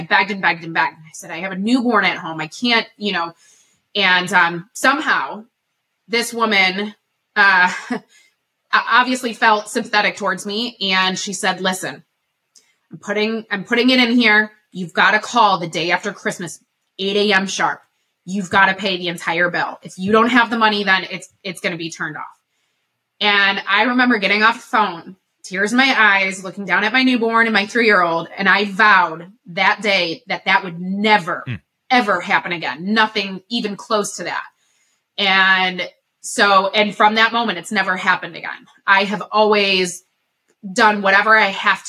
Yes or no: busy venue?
no